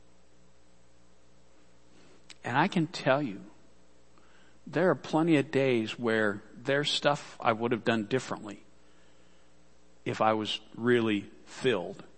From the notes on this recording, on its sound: Worship Service - Audio.